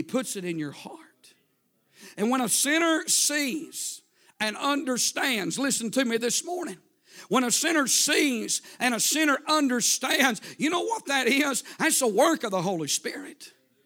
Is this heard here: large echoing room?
yes